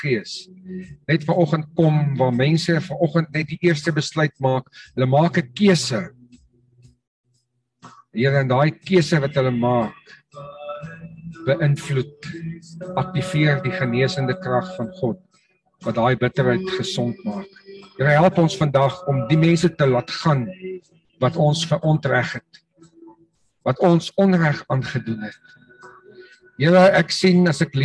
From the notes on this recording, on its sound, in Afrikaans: Manne van die Woord Zoom Byeenkoms